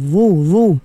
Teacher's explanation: Za ni dia huruf isti'ala, kemudian dia juga sifat dia itbaq. Dia sentiasa tebal.